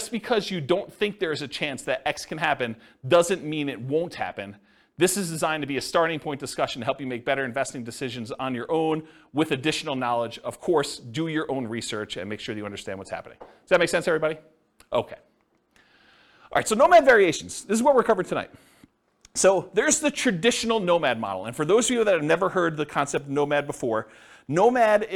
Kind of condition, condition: setting, live audience